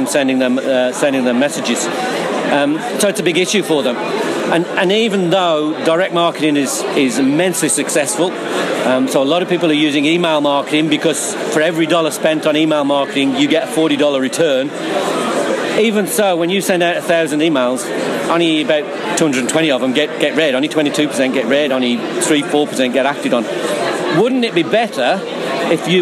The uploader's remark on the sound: at the recent Uprise Festival held in Dublin